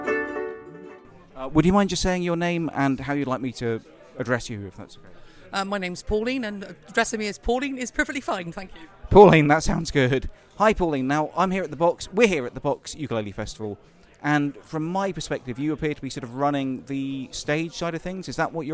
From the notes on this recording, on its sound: Inside a Local Ukulele Festival! I take a trip to a local ukulele festival in Box - a small village of less than 400 people in the South West of England.